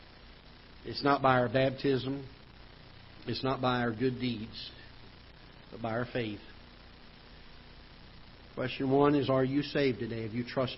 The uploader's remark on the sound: Ketha Heights Baptist Church ~ Live Broadcast